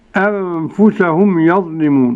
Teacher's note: يظلمون مرققة اللام للجميع